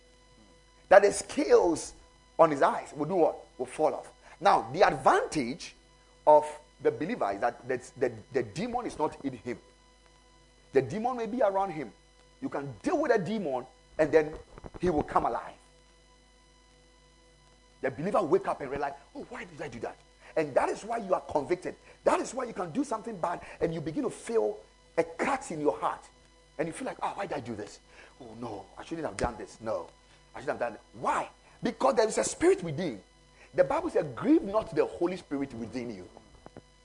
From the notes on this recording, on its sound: Preached at the Ekklesia Campus.